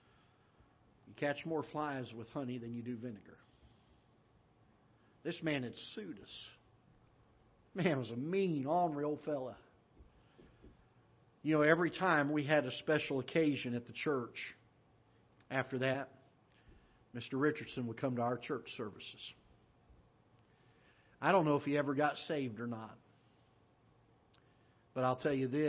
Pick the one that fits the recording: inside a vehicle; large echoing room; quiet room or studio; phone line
large echoing room